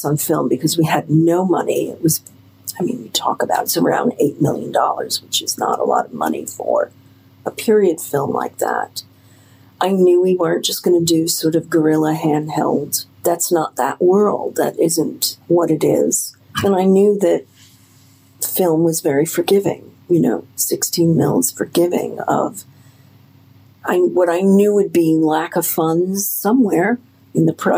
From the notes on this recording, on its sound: we had to record this episode on our phones